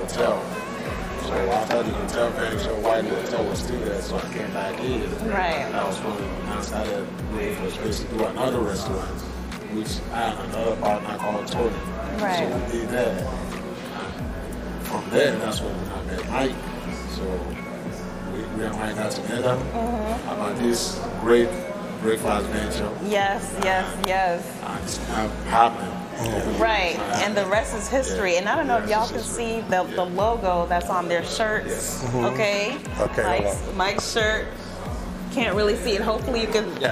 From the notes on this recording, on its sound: LIVE #special #edition of A Cup of Resilience #podcast on location at Grits & Eggs Breakfast Kitchen in Vinings, GA.